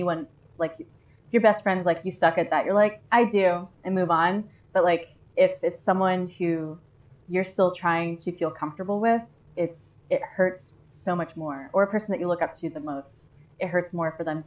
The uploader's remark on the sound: We are just getting started so please forgive the bad audio as we launch this project. We have yet to get better equipment than our in PC mic.